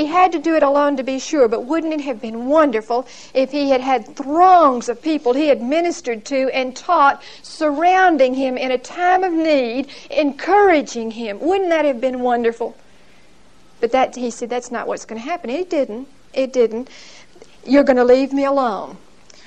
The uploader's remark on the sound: Recorded 12/2/1975 at Whitesburg Baptist Church.